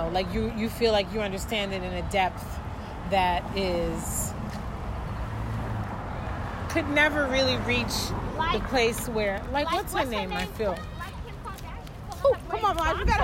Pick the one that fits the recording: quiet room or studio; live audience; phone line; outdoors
outdoors